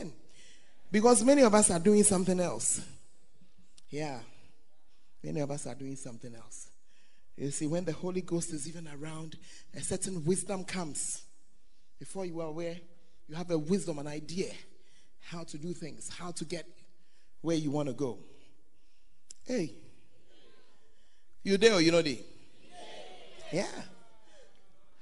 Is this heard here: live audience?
yes